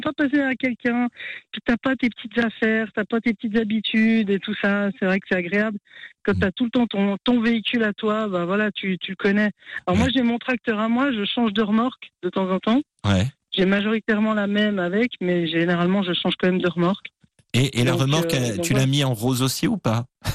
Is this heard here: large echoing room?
no